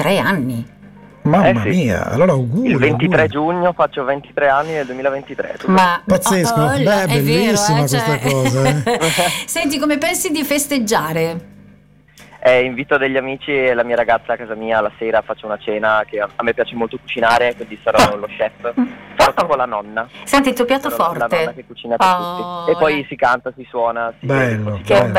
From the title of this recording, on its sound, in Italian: INTERVISTA TELEFONICA